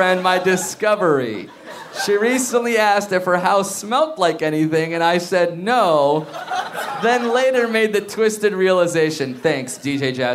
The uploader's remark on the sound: Recorded in front of a live studio audience at Littlefield bar in Brooklyn, NY!